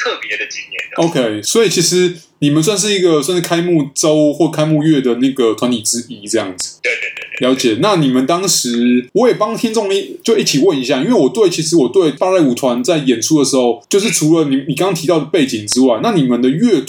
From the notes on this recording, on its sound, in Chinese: 本集白噪音指數：0/5。音質不一定清澈。